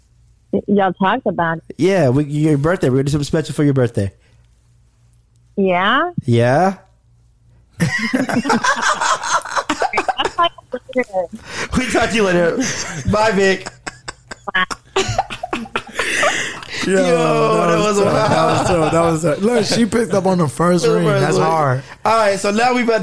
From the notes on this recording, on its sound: we call a few friends live on the show